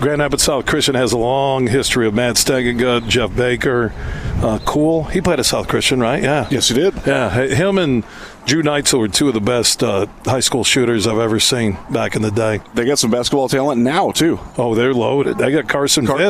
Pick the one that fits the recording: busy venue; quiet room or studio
busy venue